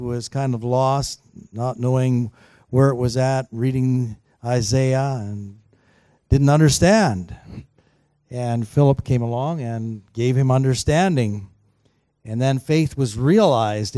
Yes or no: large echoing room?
yes